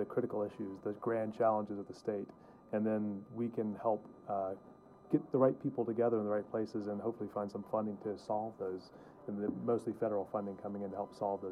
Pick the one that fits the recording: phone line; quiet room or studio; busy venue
busy venue